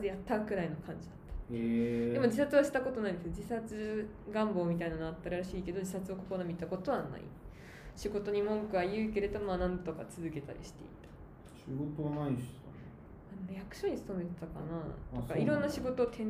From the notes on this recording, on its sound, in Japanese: 収録は2月に対面で行いましたので雑音多めです。